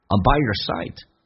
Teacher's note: Your 不被强调，可以弱化成也，加个儿化音，叫 your。I'm by your side.